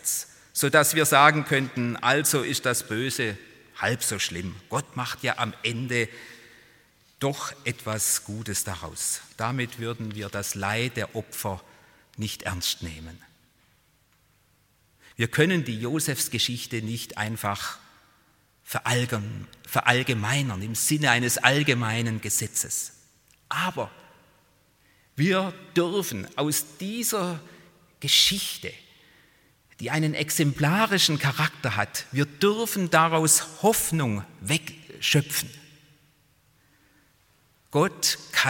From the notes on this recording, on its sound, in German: Präsenz-Gottesdienst der Missionsberg-Gemeinde (Liebenzeller Mission)